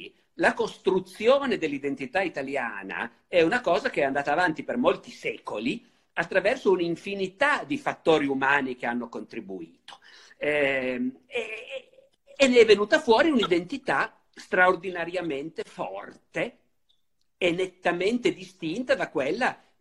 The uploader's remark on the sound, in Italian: in videochiamata